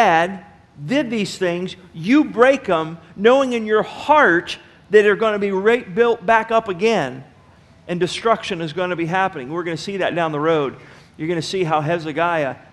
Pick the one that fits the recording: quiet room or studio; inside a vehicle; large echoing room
large echoing room